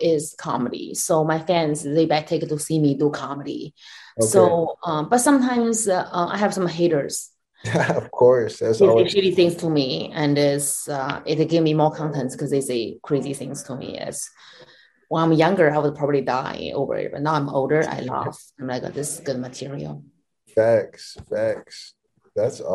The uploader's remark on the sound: full zoom interview